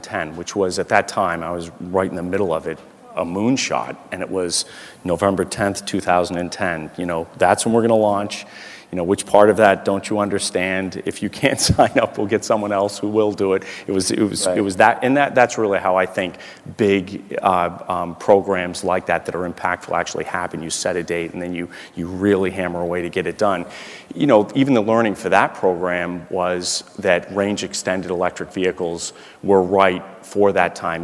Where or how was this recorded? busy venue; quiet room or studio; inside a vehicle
busy venue